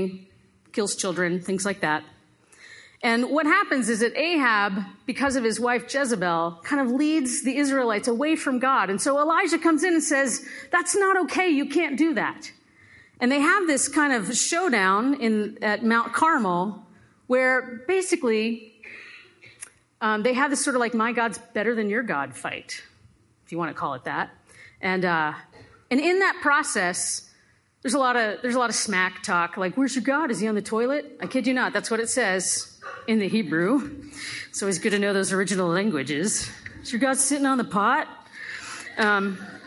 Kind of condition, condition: setting, live audience